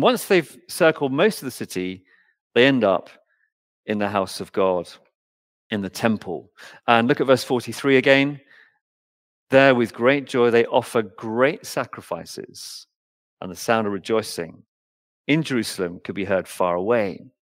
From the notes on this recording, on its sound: Recorded Live stream Sermon from Binscombe Church (BWS) 28th January 2024